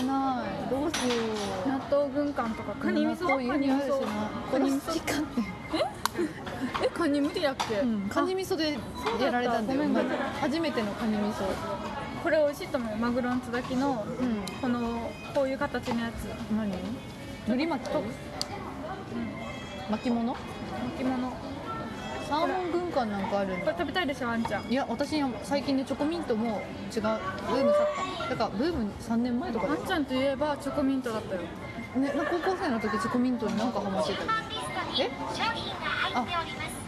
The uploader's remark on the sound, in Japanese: 回転寿司店 からお送りしております。一発録り。外で収録。